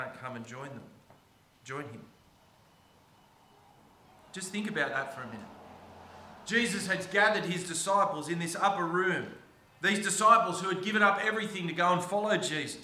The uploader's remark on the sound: preached on the 22nd of October 2023 at all services of Helensburgh and Stanwell Park Anglican Church